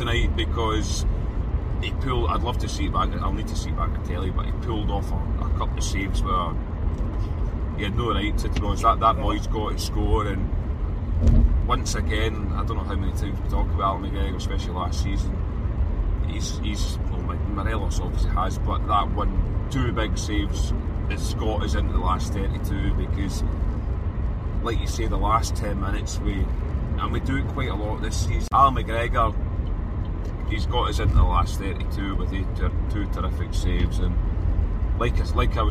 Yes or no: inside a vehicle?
yes